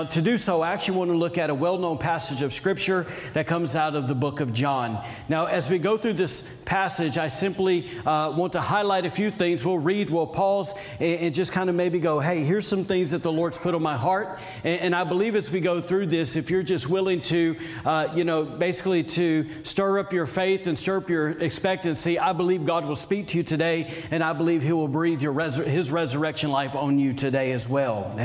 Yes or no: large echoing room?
yes